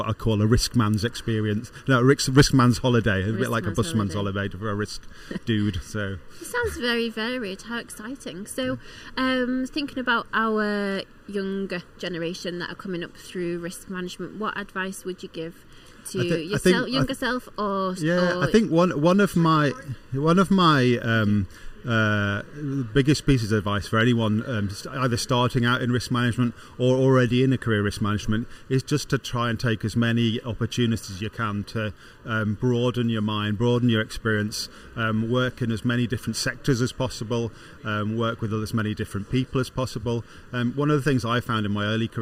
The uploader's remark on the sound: speak live from the optimise stand at the Project Controls Expo UK